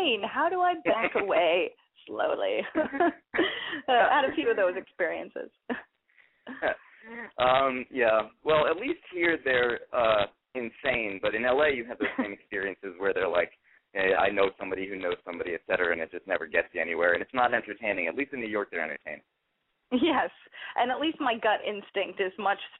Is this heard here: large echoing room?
no